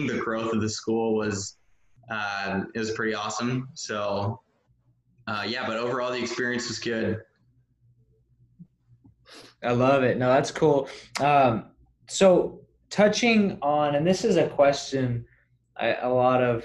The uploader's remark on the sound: we zoomed